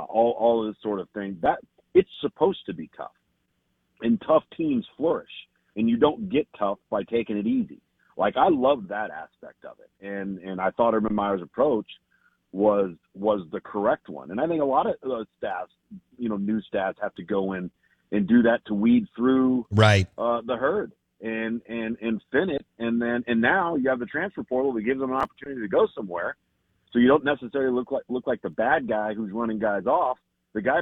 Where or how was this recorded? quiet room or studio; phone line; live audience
phone line